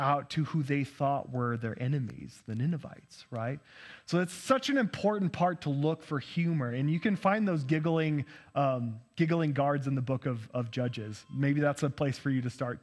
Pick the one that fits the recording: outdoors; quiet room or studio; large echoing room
large echoing room